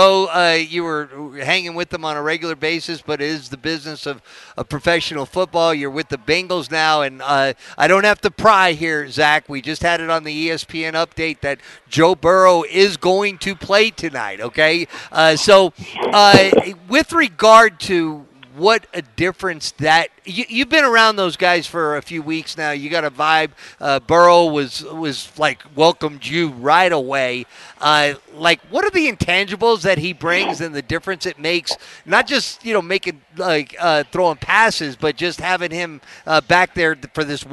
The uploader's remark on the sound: live from underneath Paycor Stadium in Cincinnat